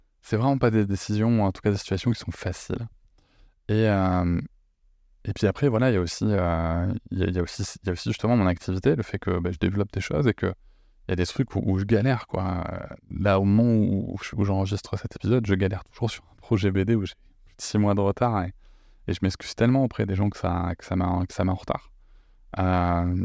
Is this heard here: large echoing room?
no